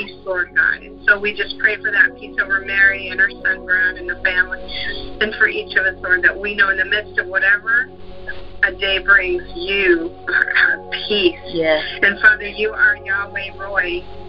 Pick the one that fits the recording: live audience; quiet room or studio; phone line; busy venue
phone line